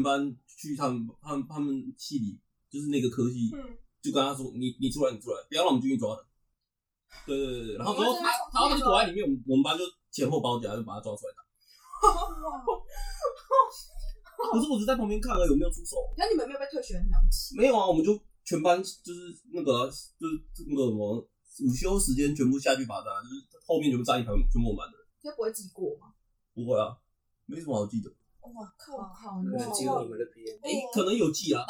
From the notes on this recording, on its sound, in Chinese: 其實這是第一次錄音的檔案辣!!!音質請大家多多包涵。